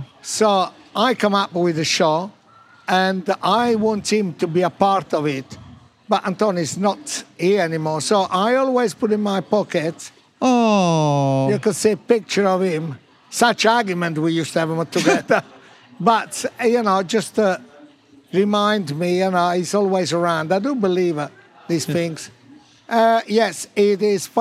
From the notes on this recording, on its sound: Recorded at the BBC Good Food Show.